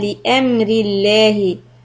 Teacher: لفظ جلالة لام is soft because of كسرة on را